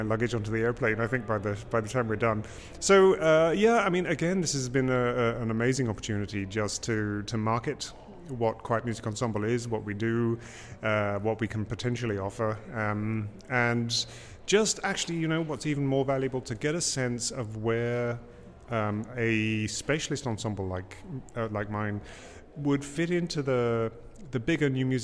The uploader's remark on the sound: at the 2019 Huddersfield Contemporary Music Festival